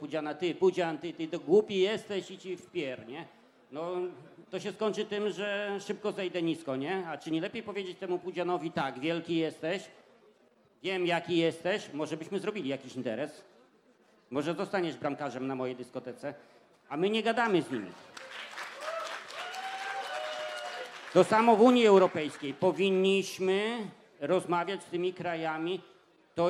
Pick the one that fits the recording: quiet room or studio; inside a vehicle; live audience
live audience